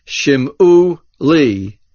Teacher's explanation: You must say this slowly or else it sounds like shim'u. You must hear the ayin.